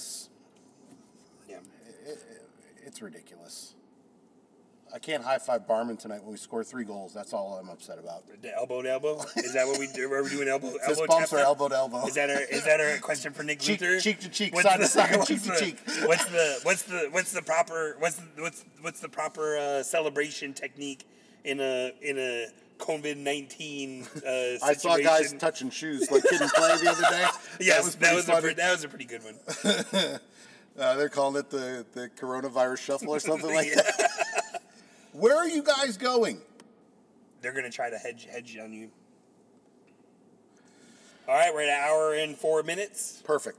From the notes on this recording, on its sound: record on their way to the Atlanta United Home Opener